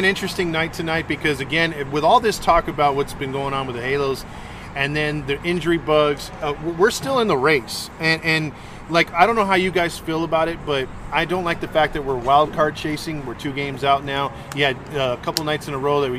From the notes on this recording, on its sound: Replay of the live from the Tailgate.